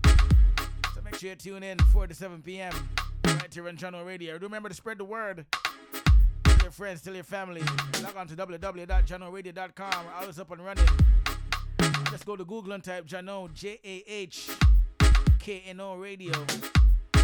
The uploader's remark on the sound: Live audio recording. On Jahkno Radio.